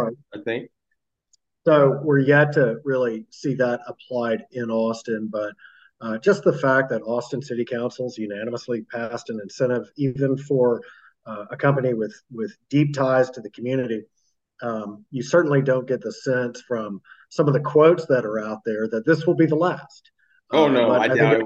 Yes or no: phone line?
no